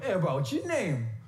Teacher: so in pidgin you go, hey bro, what's your name? You go up, right? Because it's like Hawaiian.